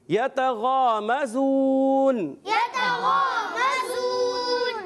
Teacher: غین حرف مستعلیہ میں سے ہے، موٹے حروف میں سے، موٹا کرنا ہے مگر اتنا موٹا نہیں کرتے، بعض غین اور خا کو بہت موٹا کر دیتے ہیں۔